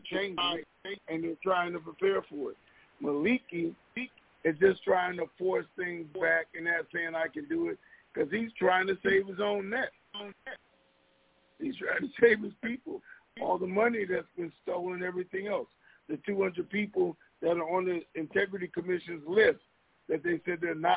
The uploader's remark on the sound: TNTSuperfantastic Conference Call